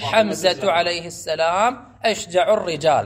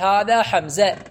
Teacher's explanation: فتصل التاء بما بعدها ناطقا بها تاء، وإذا وقفت عليها تنطقها هاء